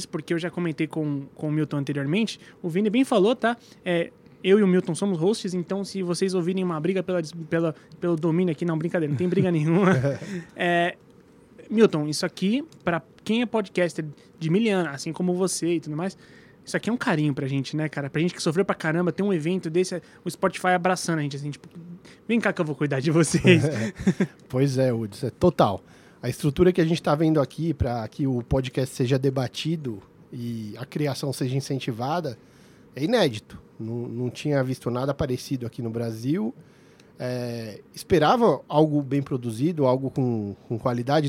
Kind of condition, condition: setting, busy venue